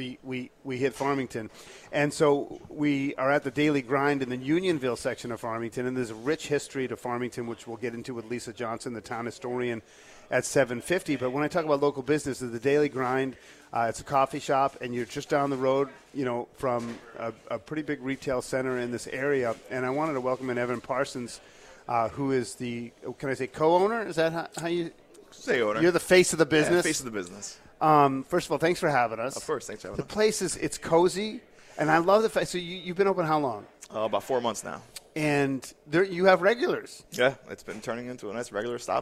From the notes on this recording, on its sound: Daily Grind coffee shop where we were set up and broadcasting live from this morning